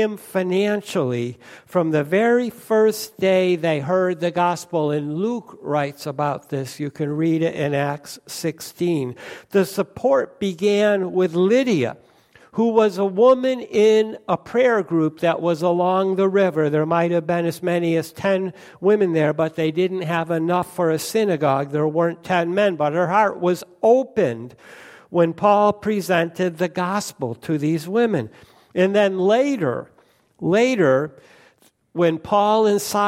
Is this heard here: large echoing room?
yes